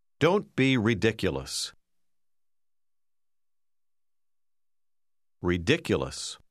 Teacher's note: Nell'ultima parola si pone l'enfasi sulla seconda sillaba.